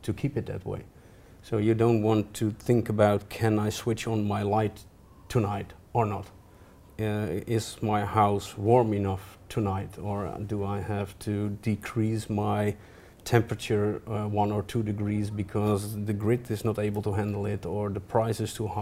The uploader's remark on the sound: This episode was recorded live at the Global Smart Energy Summit 2018.